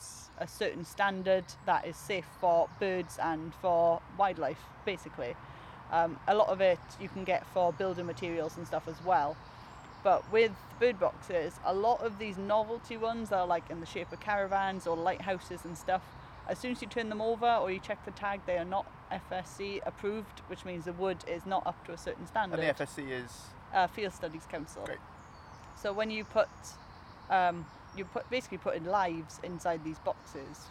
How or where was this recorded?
outdoors